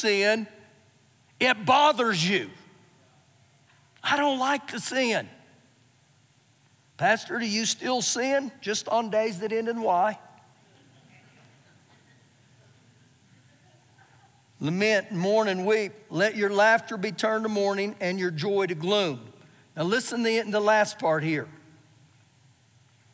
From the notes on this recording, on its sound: Recorded live during our Wednesday night service